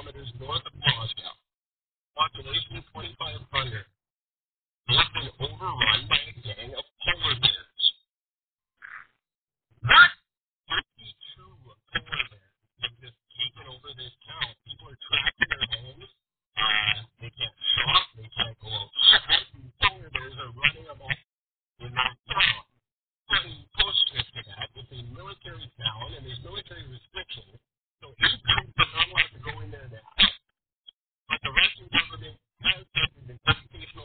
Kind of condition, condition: fault, poor sound quality